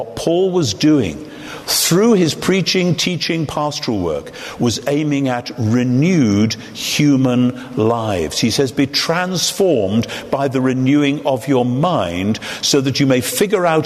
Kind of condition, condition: setting, live audience